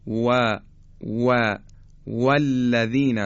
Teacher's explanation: باید دقت کنیم که فقط لبها گرد میشن، لبها جمع میشن و حرف واو تلفظ میشه، اما در واو دیگه دندان دخالتی نداره